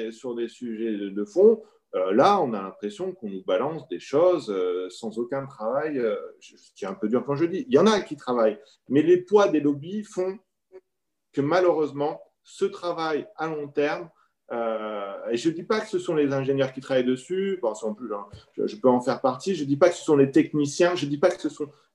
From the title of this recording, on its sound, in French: 15 janvier 2021 en visio